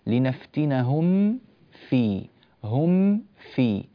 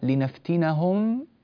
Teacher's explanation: في الميم الساكنة التي جاء بعدها حرف الفاء، هذه الآية 17 لنفتنهم فيه، لنفتنهم، تنطبق الشفتان انطباقا تاما في الميم الساكنة هنا قبل أن ننتقل بالنطق إلى الفاء، يعني لا بد أن تنطبق الشفتان معا على الميم انطباقا تاما ثم بعد ذلك تنفتحان على الفاء · Shown in: first take · لنفتنهم في، هم في، لكن لو قلنا لنفتنهم انتقلنا الفاء مباشرة ولم تنطبق الشفتان على الميم، وهذا من المواضع التي ينبه إليها العلماء، وستأتينا في أحكام الميم الساكنة بعد حلقات قريبة إن شاء الله تعالى.